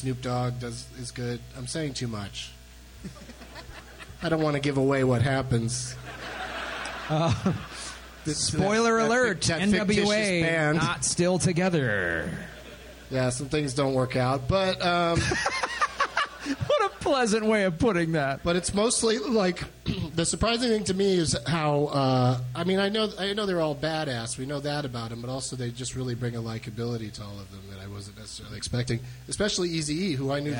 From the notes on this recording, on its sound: Live from the Kansas City Improv